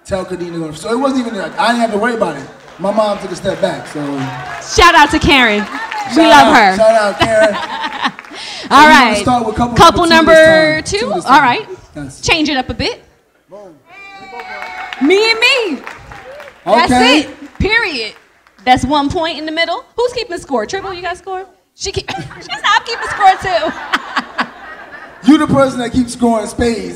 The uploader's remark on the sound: Live in Philly! Play more games with audience guests and answer more live listener letters.